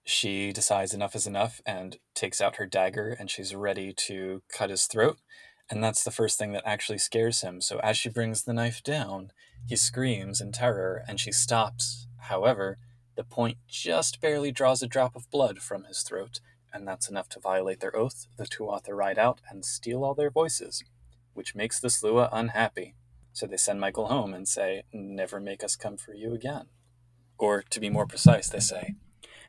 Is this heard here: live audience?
no